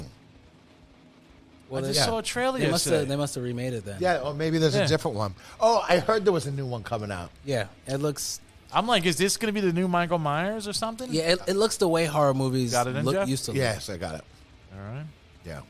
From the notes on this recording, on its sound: Todays live show is on Halloween 2023 at Lucky 13 Saloon